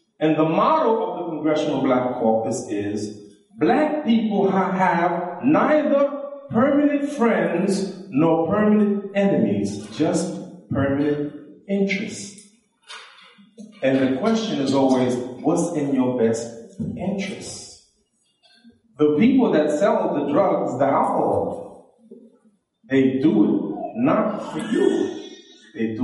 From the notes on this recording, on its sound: This lecture was given at the IONA Convention.